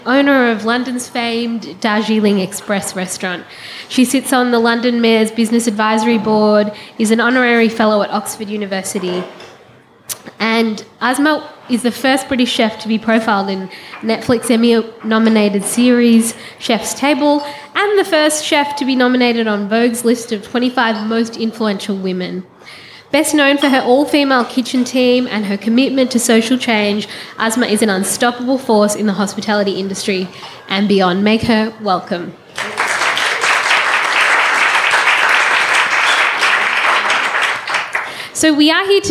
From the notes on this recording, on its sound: The event was recorded on Thursday 25 May 2023 at Montalto.